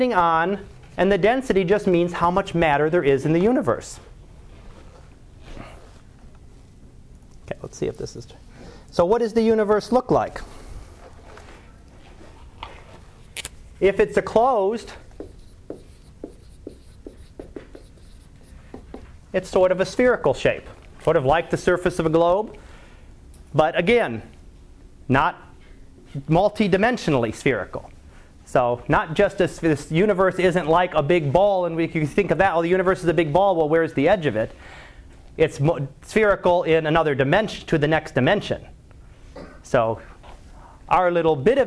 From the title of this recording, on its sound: Live Class Lecture